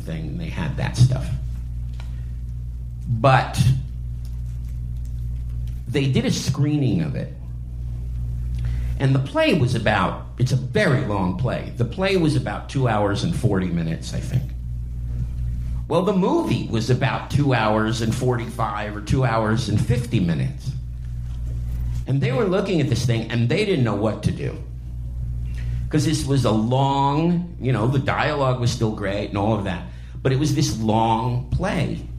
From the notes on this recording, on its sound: live conversation at the Cinefamily in Los Angeles